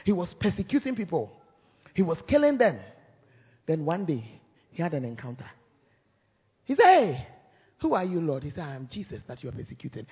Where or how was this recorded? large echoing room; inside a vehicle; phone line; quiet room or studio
large echoing room